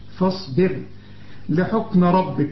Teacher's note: الراء بقى مفخمة هنا لأنها مفتوحة